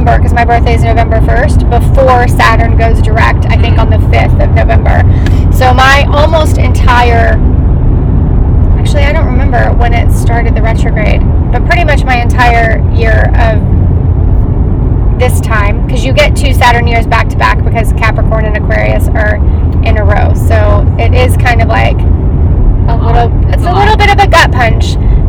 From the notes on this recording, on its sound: Drive across the country (this time anyway) and share some thoughts around the cosmos from the car.